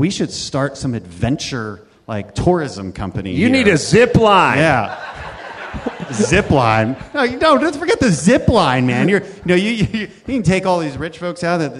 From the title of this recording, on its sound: Live from the Houston Improv